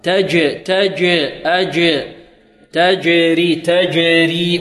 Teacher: الجيم ساكنة، وحروف القلقلة قطب جد، إذن الجيم قلقلة